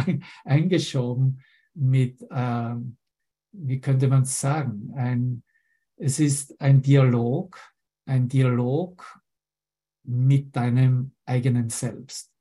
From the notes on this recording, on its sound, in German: Zoom-Session. Veranstaltet von der Aleph Akademie.